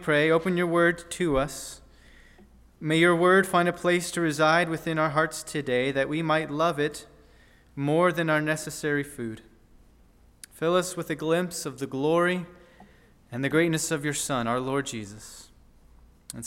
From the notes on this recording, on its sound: on July 16, 2023 at First Baptist Church in Delphi, Indiana